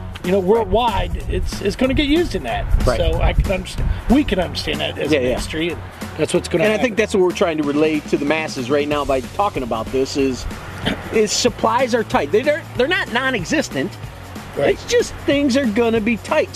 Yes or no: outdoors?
yes